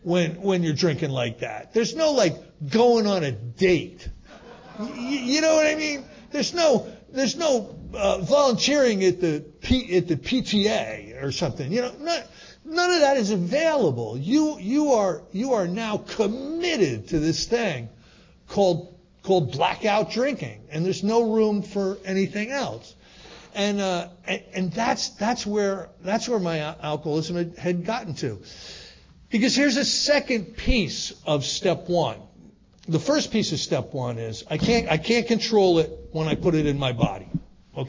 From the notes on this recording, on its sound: gives a Step 1 talk at the 2023 Fellowship of the Spirit Conference